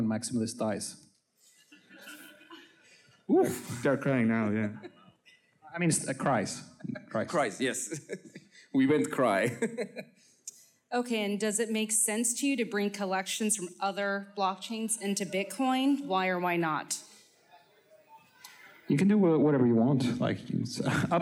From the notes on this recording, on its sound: Ordinals 2023 Panel: Collections. Recorded Live in Miami Beach at the Ordinals 2023 Conference.